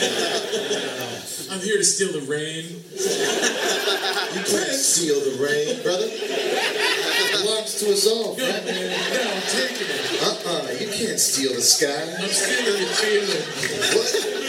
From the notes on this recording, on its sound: This episode of Nerdist from NY Comic Con almost didn't happen! This amazing show at The Best Buy theater. Accidentally didn't get recorded, but then (thanks to the magic of iPhones and social media) we found someone who had recorded it from the audience.